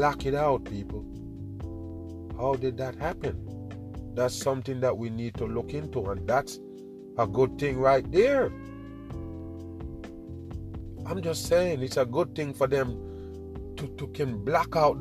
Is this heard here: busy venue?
no